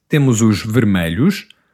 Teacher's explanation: The S becomes a Z sound.